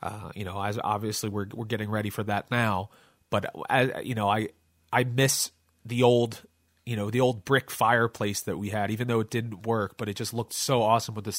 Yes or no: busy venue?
no